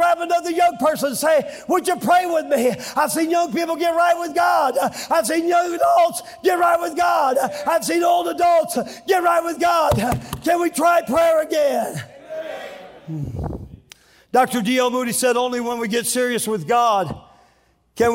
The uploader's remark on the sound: during the Tuesday Evening service of the 40th Annual National Youth Conference in Santa Clara, California